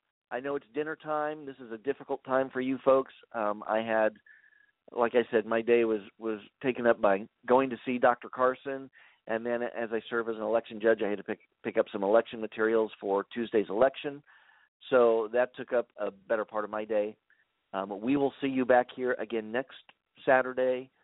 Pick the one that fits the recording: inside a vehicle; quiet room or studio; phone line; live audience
phone line